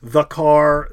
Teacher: There's a slightly elongated the.